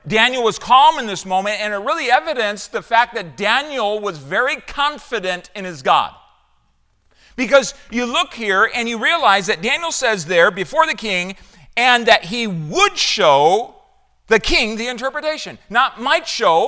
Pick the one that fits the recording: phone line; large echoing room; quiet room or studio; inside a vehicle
large echoing room